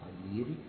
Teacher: قدير هترقق عند الروم ترقق